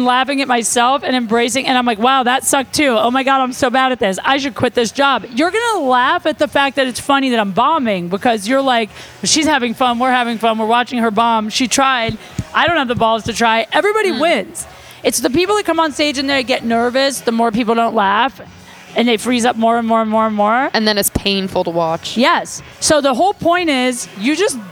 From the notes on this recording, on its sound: Live at Burton. Live on location at the Burton Snowboard's flagship store in Santa Monica, CA.